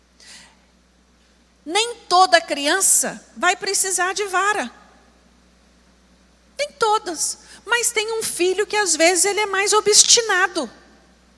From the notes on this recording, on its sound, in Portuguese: Escola Bíblica Dominical. Transmissão ao vivo do Culto de Adoração ao nosso Deus, realizado na Igreja Batista Moriá.